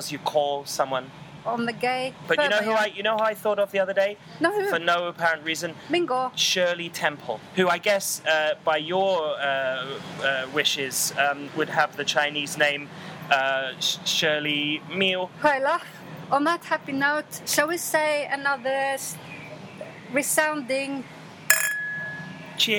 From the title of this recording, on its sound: live from La Pizzeria